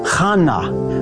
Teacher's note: we're just taking the H sound and giving it a guttural CH sound